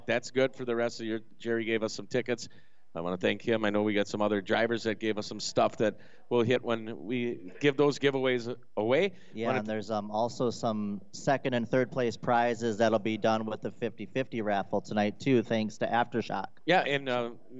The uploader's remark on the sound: 7-7-23 Trackside Live from Aftershock